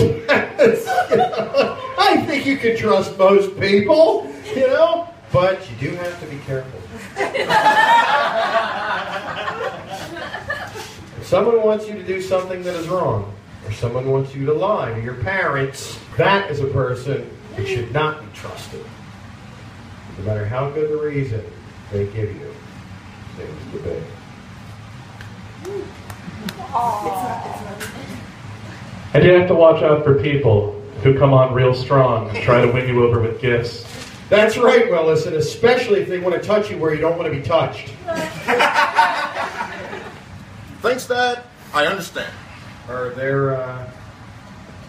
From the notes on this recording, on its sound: the recording quality is not as great as the others